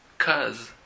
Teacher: Nótese que no es cuz, no es el sonido de la s, sino es un sonido como z